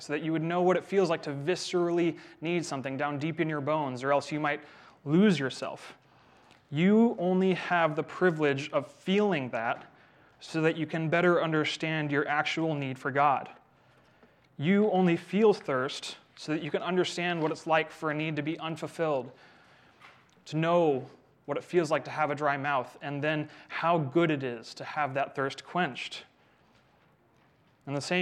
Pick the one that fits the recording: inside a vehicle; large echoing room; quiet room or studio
large echoing room